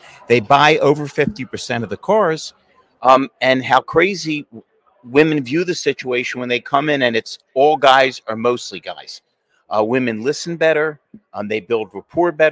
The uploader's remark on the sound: at Driving Sales LIVE in person at the Driving Sales Event in Las Vegas